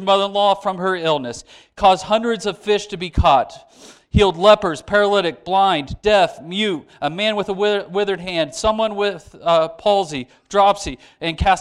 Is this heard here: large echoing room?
yes